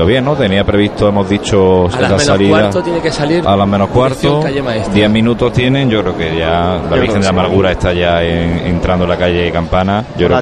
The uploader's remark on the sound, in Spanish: Pasión en Jaén. Lunes Santo 2014. Sonidos de la salida de Ntro. Padre Jesús de la Pasión Despojado de sus Vestiduras.